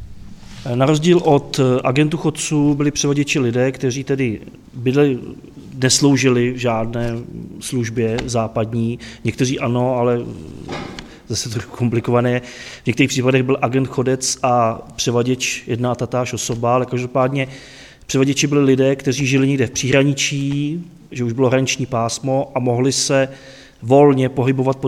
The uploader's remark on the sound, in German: Fand im Juli 2021 eine Veranstaltung in Horní Planá (Oberplan), in Südböhmen statt. Der Mitschnitt stammt vom 2.7.2021, aufgezeichnet im Kultur- und Informationszentrum in Horní Planá.